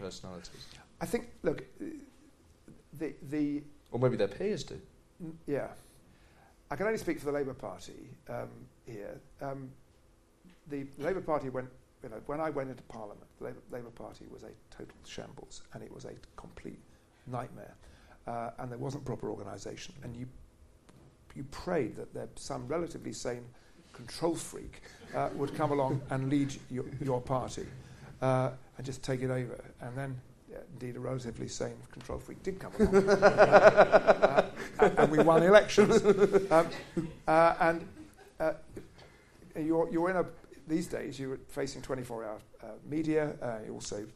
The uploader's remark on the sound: Recorded live at St James Theatre.